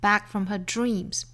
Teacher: Back 后面的 k 的发音我们做不完全爆破